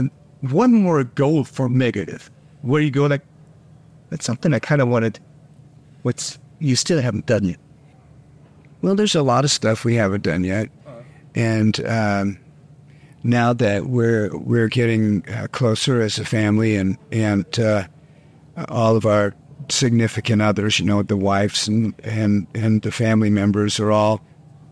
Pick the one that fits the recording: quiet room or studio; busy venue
busy venue